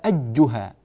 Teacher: عندنا أيضا الياء، يا أيها، لو ضغطت باللسان ضغط زائد فوصل والتصق بالحنك الأعلى سقف الفم يعني، تنقلب الياء إلى جيم كأنها يا أجها، أجها لا انتبه، يا أيها، لا تلصق اللسان في الأعلى تماما.